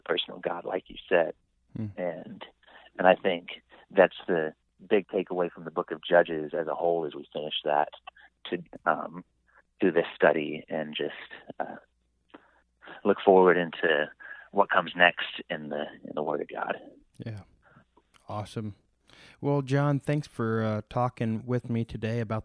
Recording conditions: phone line